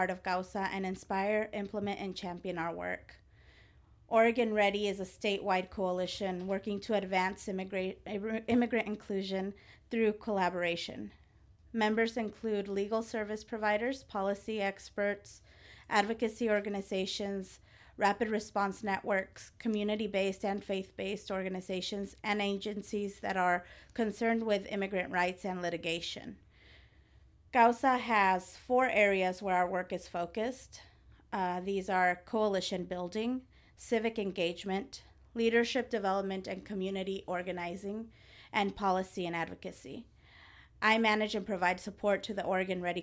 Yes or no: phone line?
no